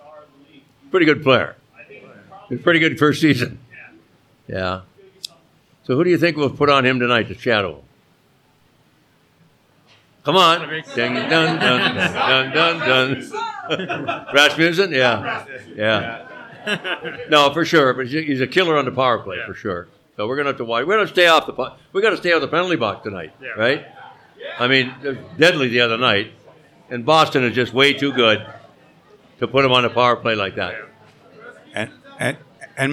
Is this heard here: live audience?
yes